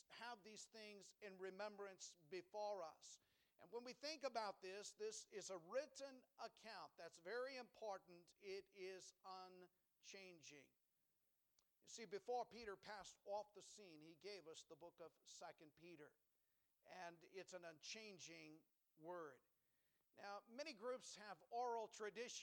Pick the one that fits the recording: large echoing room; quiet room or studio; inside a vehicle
large echoing room